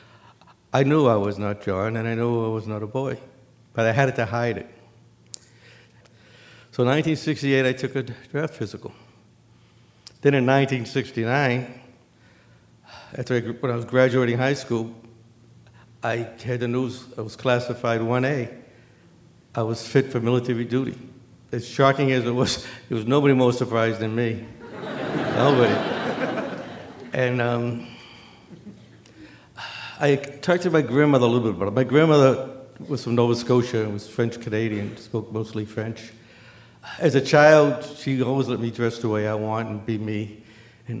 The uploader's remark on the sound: Live in Iowa City